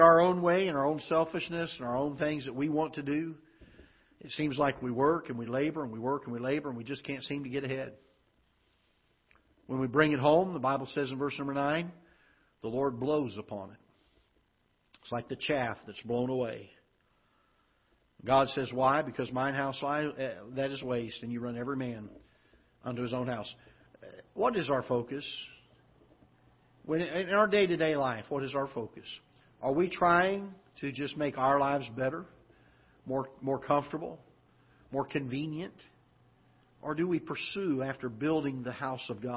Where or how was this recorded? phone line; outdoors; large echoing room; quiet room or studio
large echoing room